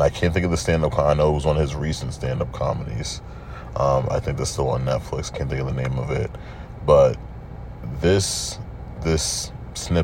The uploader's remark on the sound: I’m just sitting in my car thinking about life. I decided to just record a lil something.